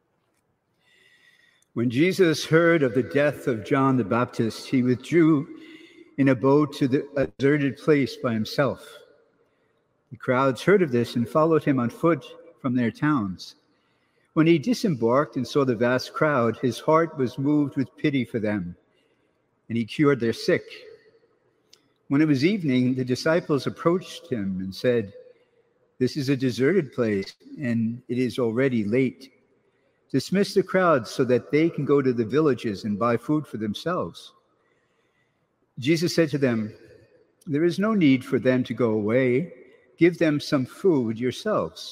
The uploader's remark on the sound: SAINT PATRICK'S CATHEDRAL Sunday Mass - August 2nd 2020